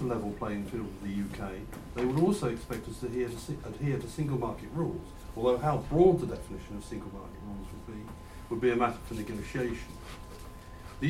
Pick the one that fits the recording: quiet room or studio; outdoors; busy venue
busy venue